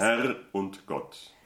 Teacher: when Germans speak it, the R comes in the back of the mouth by the soft palate. But when he sings it, he pulls it front to roll your tongue.